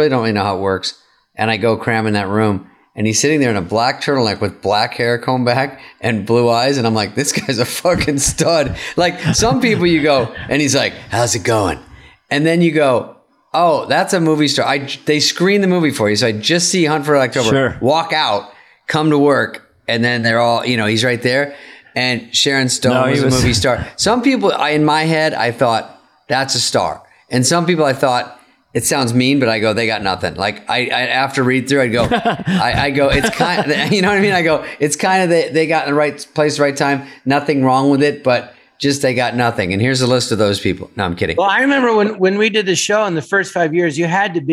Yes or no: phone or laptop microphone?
no